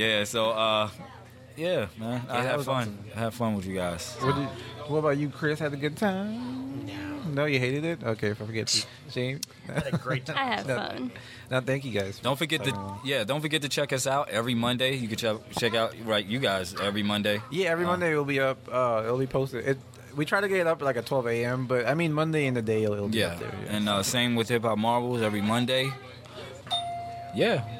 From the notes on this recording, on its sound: Hip Hop Marvels Mashup Live. A podmash at THE BEST comic and games store around - The Battlegrounds Games and Comics in Dalton, GA!